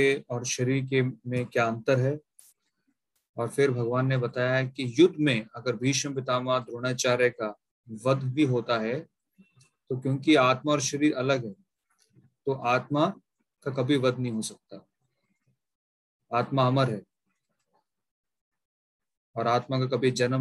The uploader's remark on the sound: Zoom recorded class